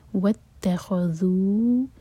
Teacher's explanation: ذال، ہم پڑھتے ہیں زبان کو اوپر والے دانتوں پر ٹچ کر کے تھوڑی سی ٹپ باہر نکال کر. واتخذو اور ذو مد منفصل ہے، چار حرکہ لمبا.